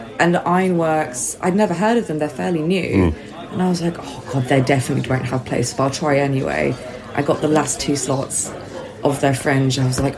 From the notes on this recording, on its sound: This week we're at The Brighton Fringe